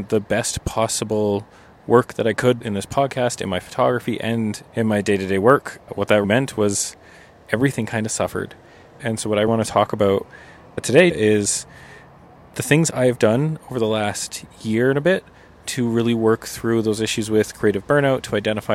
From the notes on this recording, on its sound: We take this podcast out of the studio and into the great outdoors. Recorded beside the stunning Bow River in Banff National Park.